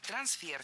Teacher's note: Оно французского происхождения, имеет ударение на втором, то есть последнем слоге.